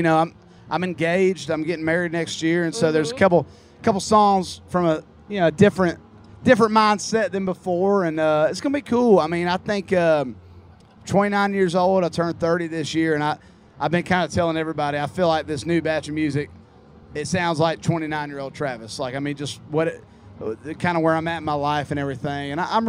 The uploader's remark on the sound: at Tortuga Music Festival